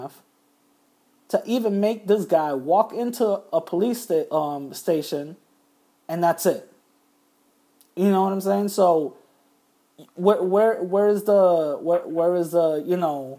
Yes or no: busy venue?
no